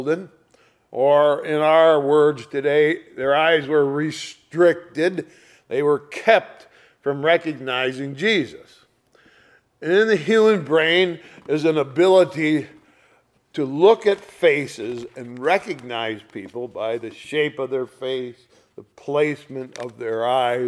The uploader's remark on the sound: Sunday Morning Service recorded on 04/16/2023